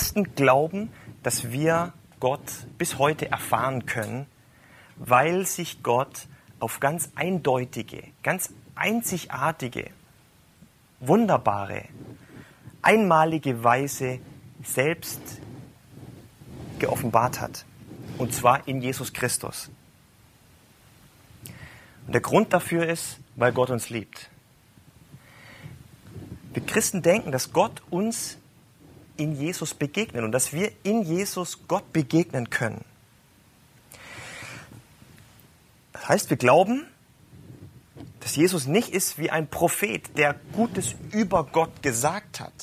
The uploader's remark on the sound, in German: live gehalten auf Kanzeln und Bühnen, in Kirchen, Kneipen und Locations in Hamburg und anderswo